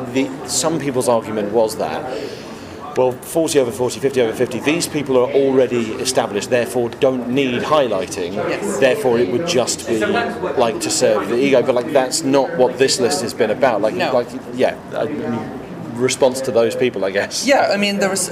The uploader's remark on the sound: Recorded at E3 2018.